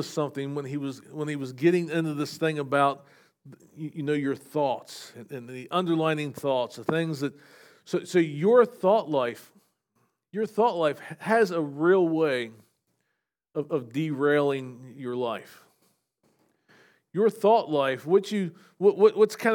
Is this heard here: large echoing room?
yes